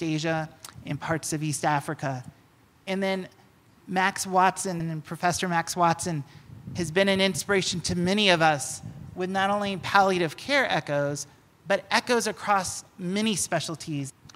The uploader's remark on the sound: in a panel at the recent MetaECHO conference in Albuquerque, New Mexico